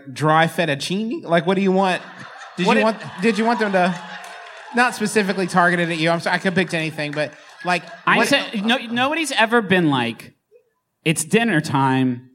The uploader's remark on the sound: For one thing, it’s a live show, which is a strange thing to listen to. For another thing, it’s a selection of bits from two different performances aboard the JoCo Cruise, so it’s a little patchwork-y and disjointed.